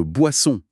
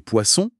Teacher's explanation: Mais pour le B, le moteur des cordes vocales est allumé. Pour le P, il est éteint.